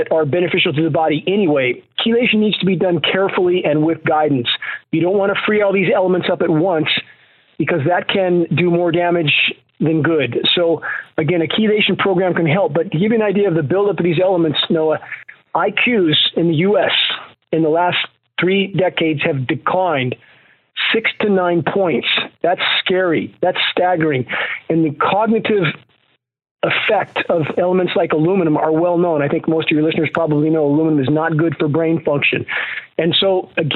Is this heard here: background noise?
no